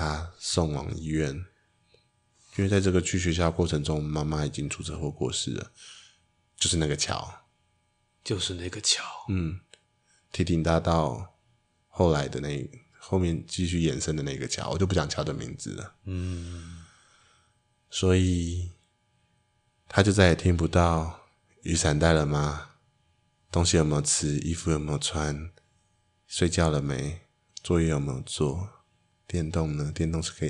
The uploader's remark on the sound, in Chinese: (這次有點電流聲～抱歉抱歉~~)